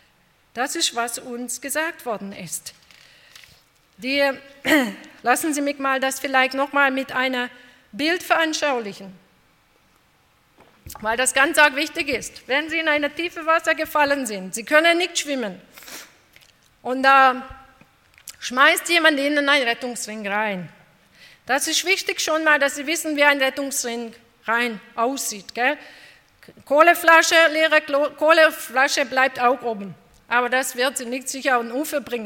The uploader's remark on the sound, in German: bei einer Veranstaltung der Liebenzeller Mission